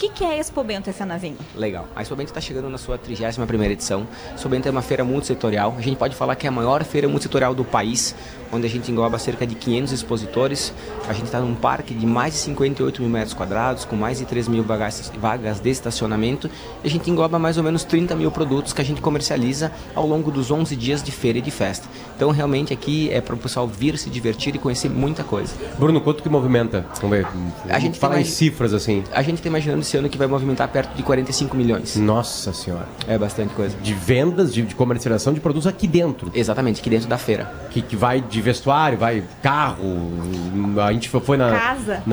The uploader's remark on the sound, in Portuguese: Timeline ao vivo da abertura da Expobento e Fenavinho na Serra Gaúcha.